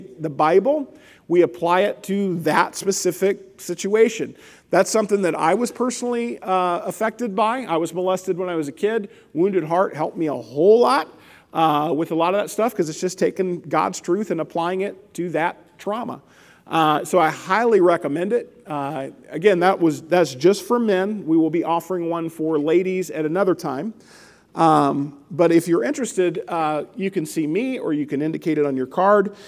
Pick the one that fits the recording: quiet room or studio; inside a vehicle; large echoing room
large echoing room